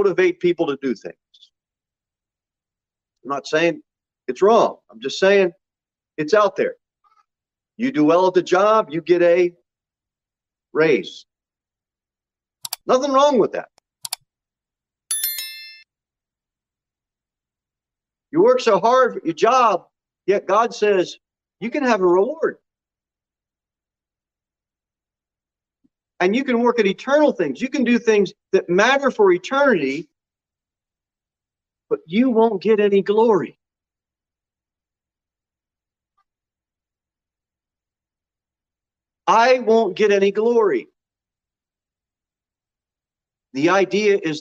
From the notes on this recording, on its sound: Sermon delivered at Pilgrim Baptist Church on Sunday, May 22, 2022 at 11 am. Jere Whitson Rd.